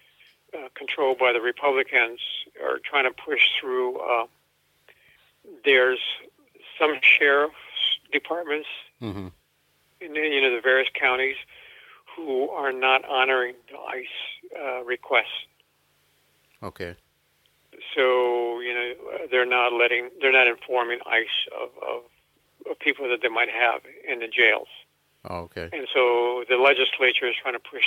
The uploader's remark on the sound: over the phone interview